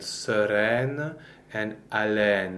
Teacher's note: EI basically and most generally is the sound open E.